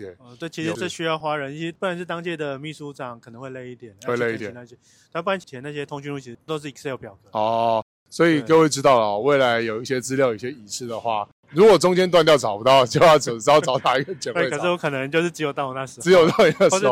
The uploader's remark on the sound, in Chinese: 在板橋火車站外面錄音